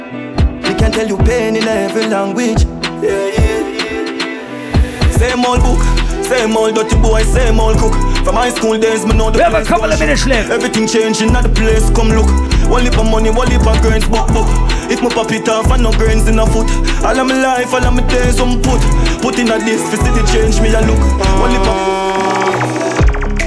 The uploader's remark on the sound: LIVE AUDIO! Live audio recording from my set at Island Saturdays on May 7th.